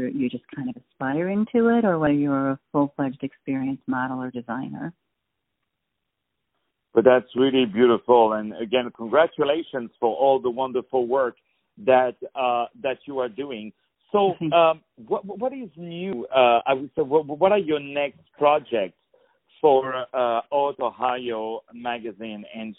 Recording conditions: phone line